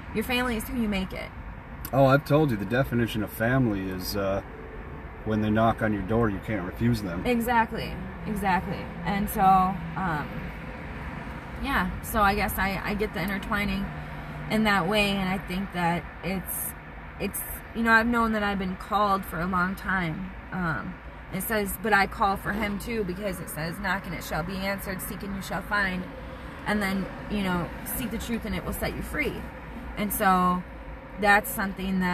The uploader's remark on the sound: Lots of background traffic as we have a chat in my car.